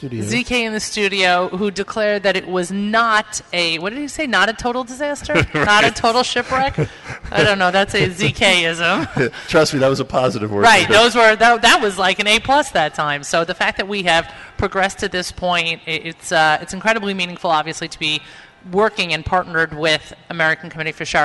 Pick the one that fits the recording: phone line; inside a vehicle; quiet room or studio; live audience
live audience